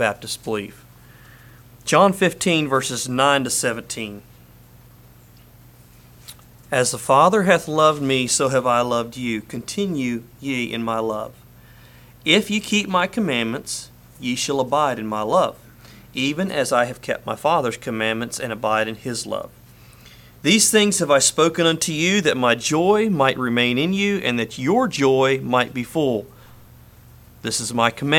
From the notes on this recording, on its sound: Message preached at Word of Hope